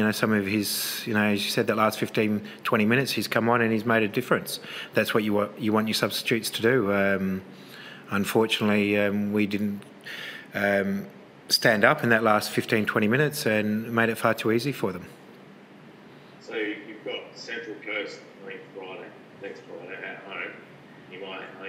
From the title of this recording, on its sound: Post-Match Press Conference